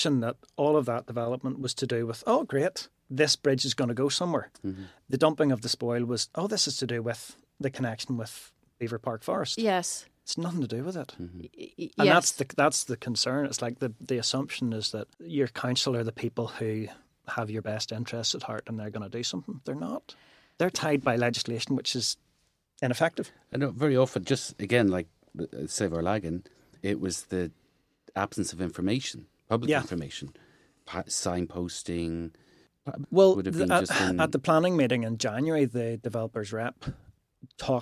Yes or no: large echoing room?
no